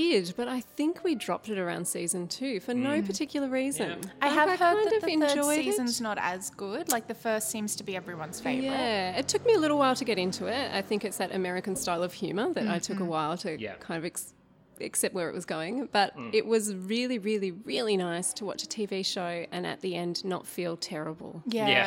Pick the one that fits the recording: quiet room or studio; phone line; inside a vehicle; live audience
live audience